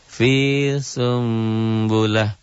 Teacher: Bunyi N-nya berubah menjadi M disertai samar sedikit. · Term: iklab